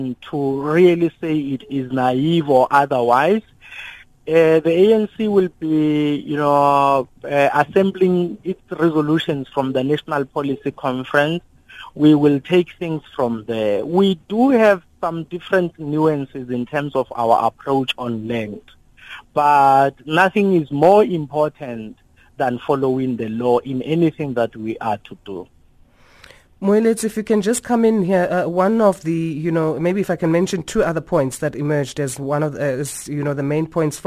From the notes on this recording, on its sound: we are now joined on the line